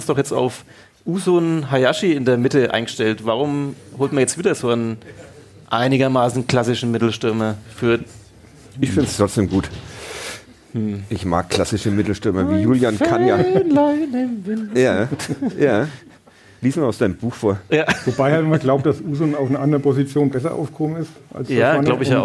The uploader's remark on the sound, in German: Live in Pegnitz. Damit waren eigentlich schon alle Voraussetzungen für eine Live-Ausgabe von Ka Depp erfüllt.